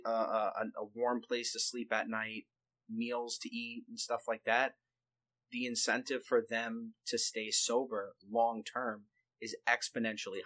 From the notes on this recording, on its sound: Attempting to remaster the first episode. We were using different equipment back then, so obviously the sound will be different.